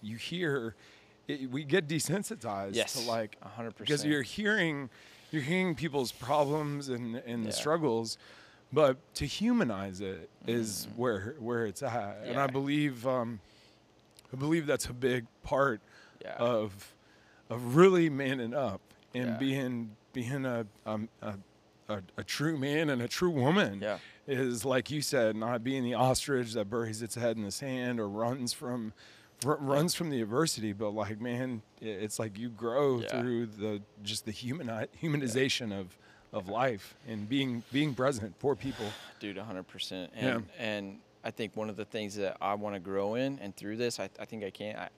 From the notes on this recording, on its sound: Recorded at Proximal Strength, a CrossFit gym in Springfield, MO.